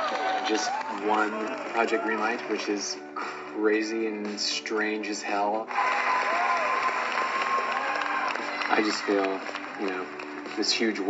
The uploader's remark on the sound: We visit NekoCon 2015 and chat with anime cosplayers about the largest anime con in Hampton Roads, VA.